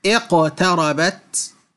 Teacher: القاف الساكنة التي تأتي بعد كسر، فإن القلقلة تقويها ولا يظهر عليها أثر، وإنما تبقى على ما هي عليه من التفخيم ولا يكون تفخيمها نسبيا، مثل قولنا اقتربت، لا نقول اق وإنما